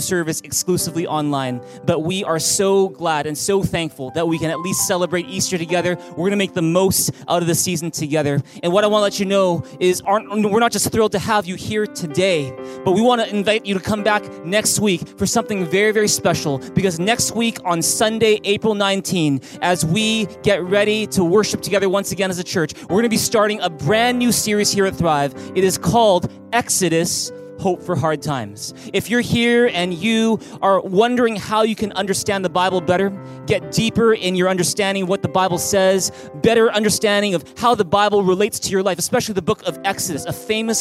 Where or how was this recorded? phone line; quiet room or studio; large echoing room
large echoing room